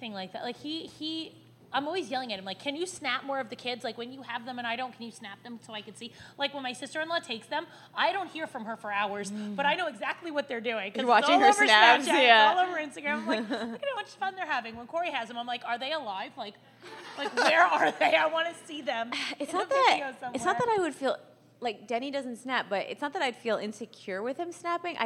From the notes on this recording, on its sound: The girls recorded their first ever live show, where fans got to sit in and watch. Live fan interactions.